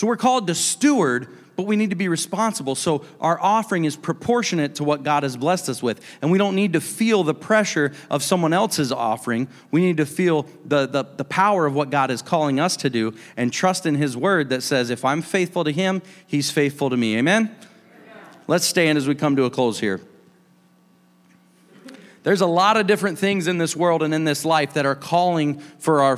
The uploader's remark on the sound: a service recording from Connect Point UPC